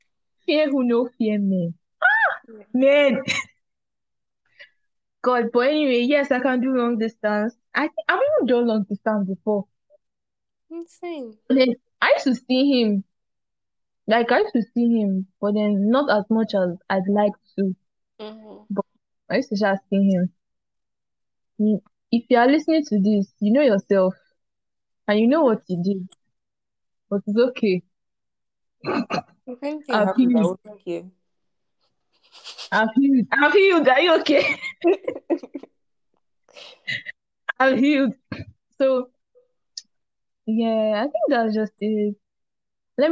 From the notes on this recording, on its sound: This episode has been pre-recorded and has been marinating on my laptop for over a month now. The audio is a bit scratchy and it's really irking me but it's apparently a problem with the platform to record so i can't do anything about it.